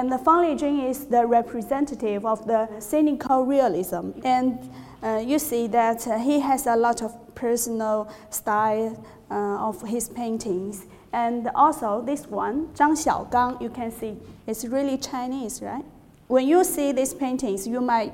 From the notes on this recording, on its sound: In this lecture series, held at The Learning Connexion school of creativity and art in Wellington, New Zealand